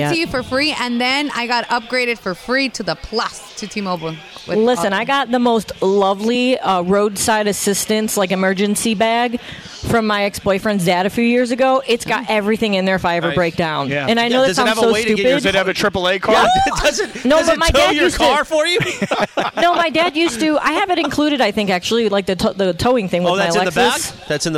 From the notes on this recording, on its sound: live from Yaavama